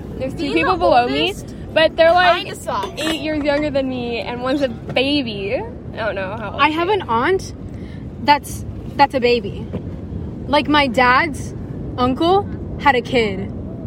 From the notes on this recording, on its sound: we finally meet up in person at the beach